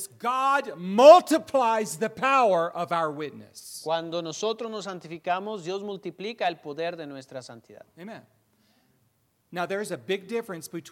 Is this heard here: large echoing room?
yes